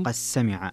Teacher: فيها الدال مع السين فيها الإدغام الصغير لأبي عمرو